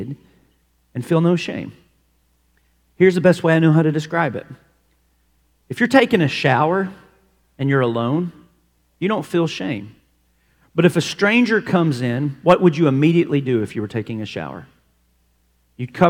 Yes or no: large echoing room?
yes